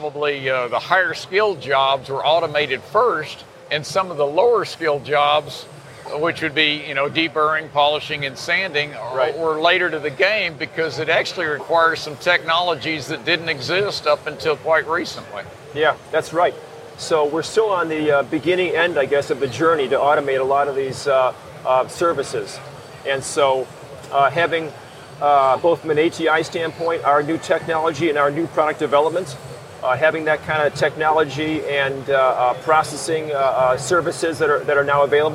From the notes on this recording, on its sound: Show Floor Report. This episode of The Roboticist Chronicles is brought to you from the show floor of FABTECH 2021 in Chicago, Illinois.